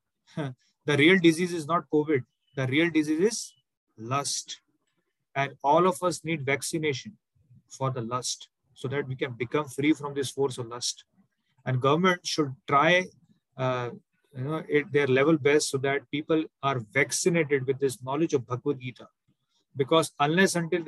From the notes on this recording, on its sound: Zoom recorded class